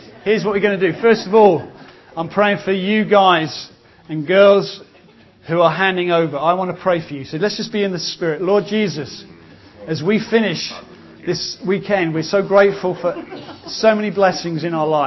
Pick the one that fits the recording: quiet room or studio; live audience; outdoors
live audience